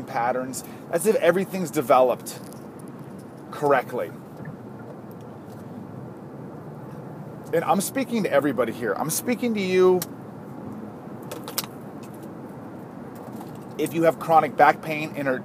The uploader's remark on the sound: This was recorded on my iPhone in the backwoods of Wisconsin.